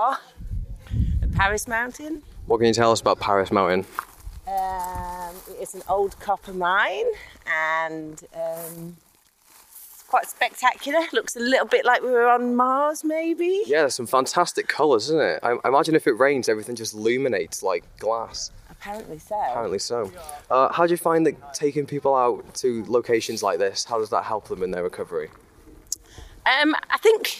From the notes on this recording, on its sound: Conversations while walking. From North Wales Recovery Communities.